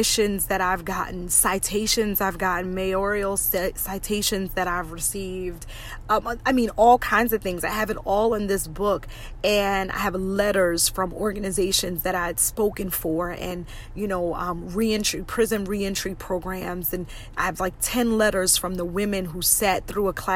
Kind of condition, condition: setting, inside a vehicle